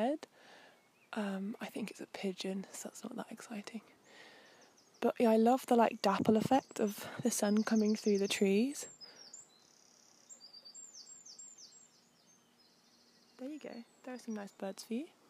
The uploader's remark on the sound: A Sunny Seaside Stroll. Expect sounds of the Cornish waves, birds singing and some local conversation.